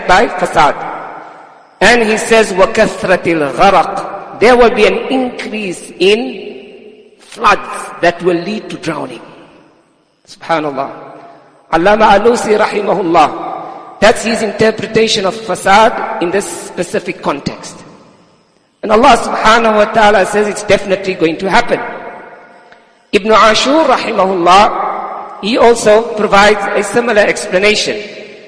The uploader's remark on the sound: Jumuah lecture at Masjidus Salaam, Musgrave 20 Jan 2023